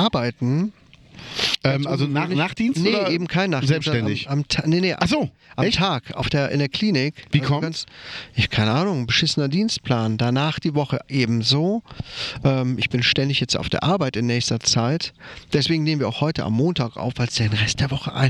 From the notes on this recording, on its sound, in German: nach Ruppichteroth begeben und die Aufnahme draußen auf einer Bank gemacht.